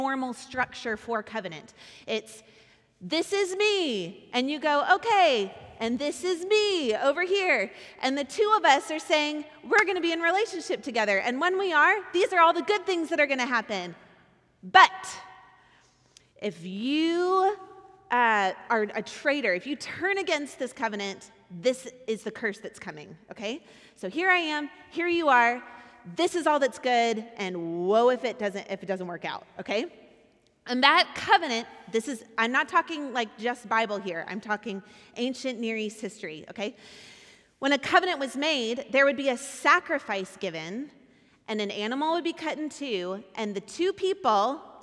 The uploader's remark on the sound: Recorded at our Sunday gathering on January 14th, 2024 in Port Orchard, WA